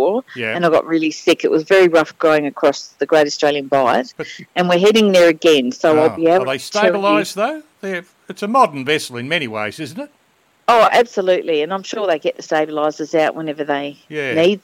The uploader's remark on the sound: Phones In From Queen Mary II In Port Of Melbourne.